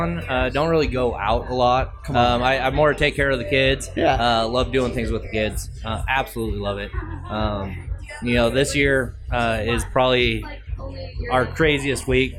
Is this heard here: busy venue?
yes